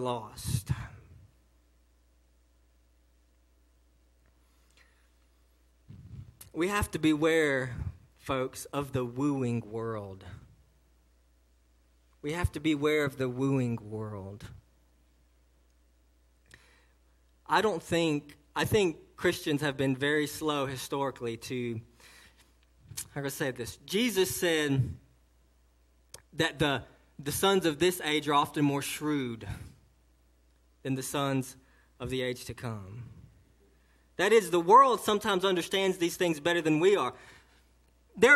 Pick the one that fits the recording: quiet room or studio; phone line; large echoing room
large echoing room